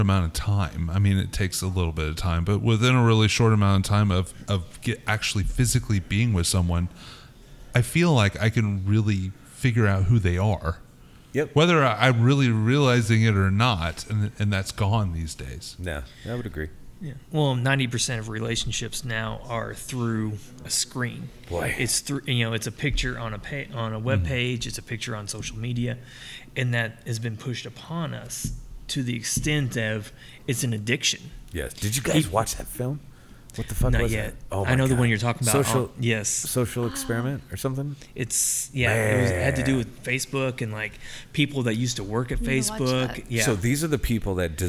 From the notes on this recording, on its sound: Recorded live from Big Rip Brewing Company in KC.